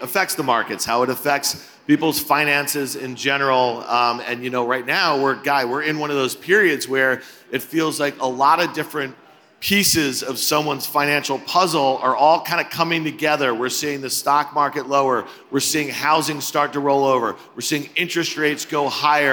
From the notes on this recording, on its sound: speak at the Zeta Live conference